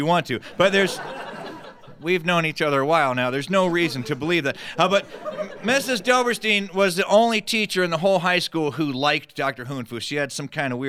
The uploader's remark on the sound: Tells a tall tale with our live studio audience about his high school days. Recorded right in our own Apple Seed studio.